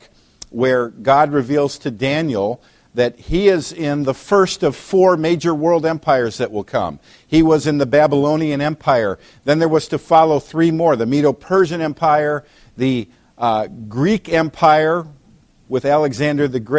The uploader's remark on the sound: preached at Valleybrook Community Church meeting at Blackberrycreek Elementary School in Elburn, IL